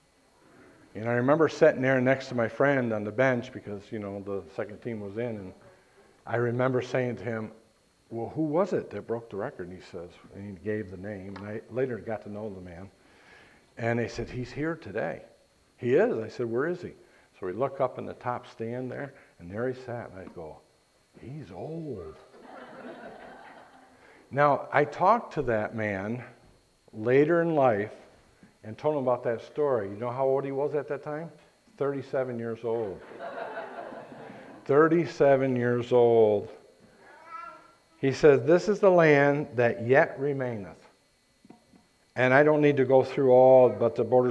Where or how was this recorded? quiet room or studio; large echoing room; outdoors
large echoing room